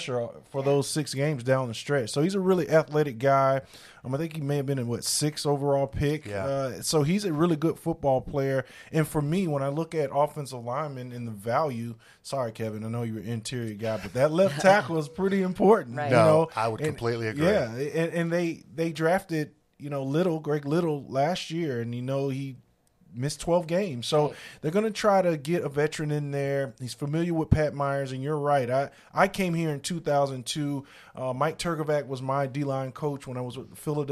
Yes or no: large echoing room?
no